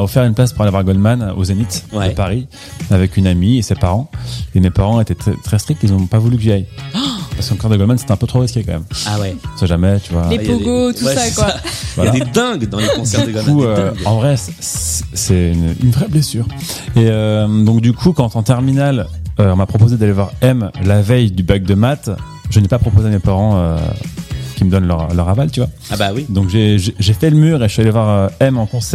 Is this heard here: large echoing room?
no